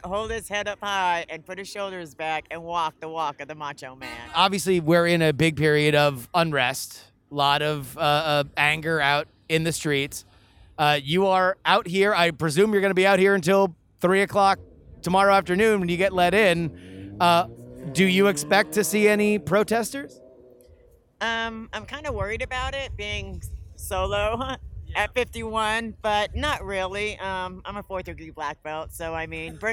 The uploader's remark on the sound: LIVE from the Tulsa … Rally!